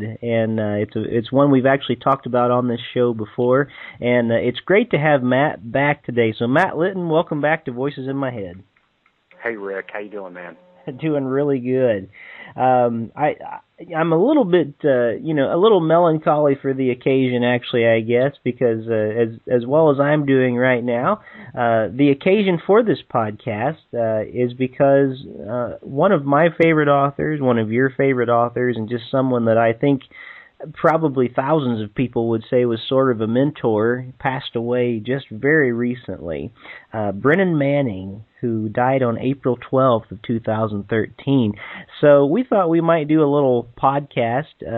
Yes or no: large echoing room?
no